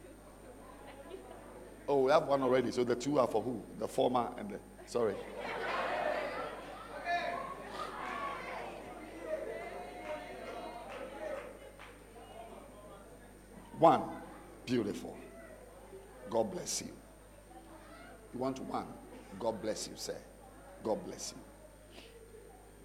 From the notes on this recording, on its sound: Preached At The Art Of Evangelism Conference